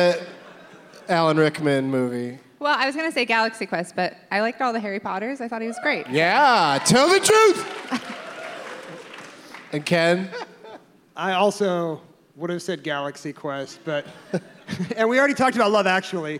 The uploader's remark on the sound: Live from the Neptune Theatre in Seattle.